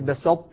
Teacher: طبعا فيه، لأن الإدغام حتى عند حفص كل الإدغام كامل ما عدا موضعين: الطاء في التاء لقوة الطاء مثل بسطت، فالإدغام عندئذ ناقص · Term: إدغاما ناقص